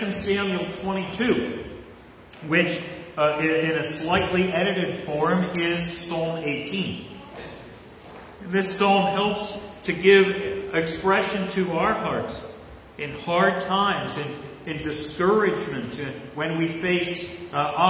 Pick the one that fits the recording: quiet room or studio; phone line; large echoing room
large echoing room